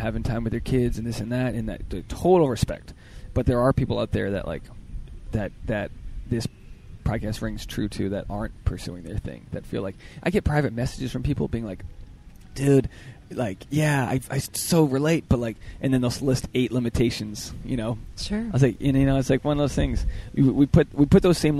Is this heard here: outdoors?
yes